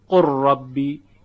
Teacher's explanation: هیچ اثر صوتی از لام باقی نیست، قر ربی، فقط یک راء مشدده، قر ربی. · Term: ادغام تام